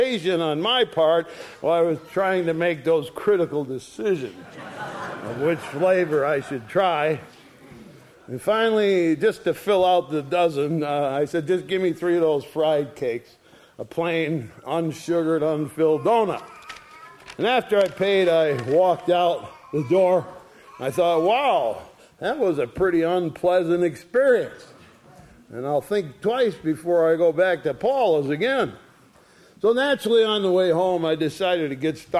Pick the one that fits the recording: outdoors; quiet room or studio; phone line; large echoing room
large echoing room